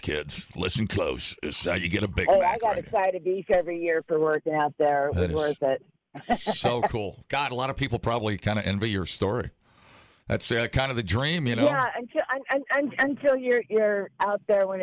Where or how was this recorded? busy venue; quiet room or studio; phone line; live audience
phone line